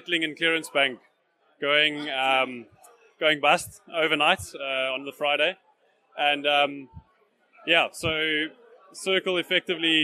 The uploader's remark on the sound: Recorded live at the March Bitcoin Cape Town meetup. Does a live Q&A with attendees of the meetup.